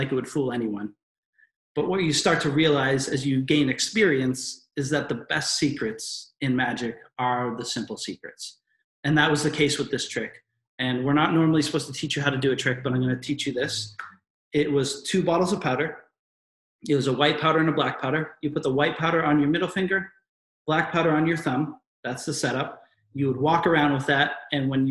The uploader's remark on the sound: In this webinar recording.